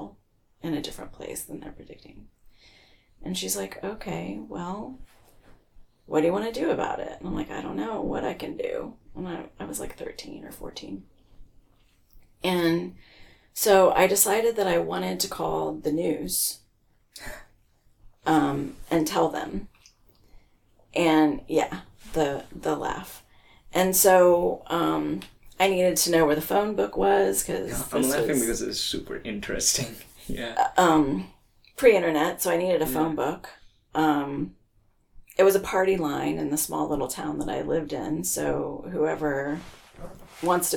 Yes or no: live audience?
no